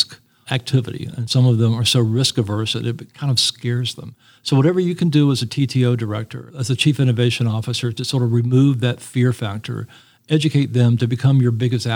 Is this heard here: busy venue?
yes